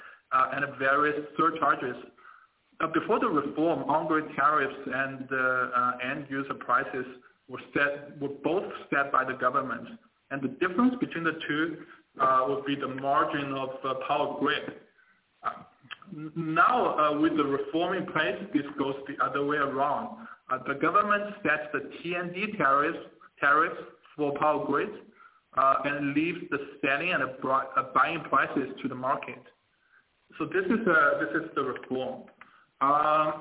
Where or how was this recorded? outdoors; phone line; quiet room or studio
phone line